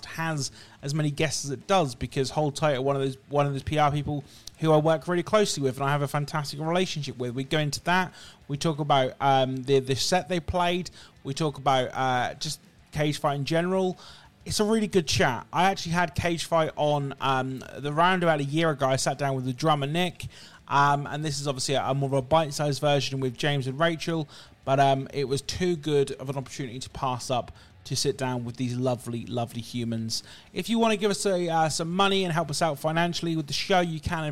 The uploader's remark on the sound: Live from 2000 Trees